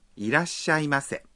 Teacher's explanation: al pronunciar hay que contener la respiración un instante entre da y sha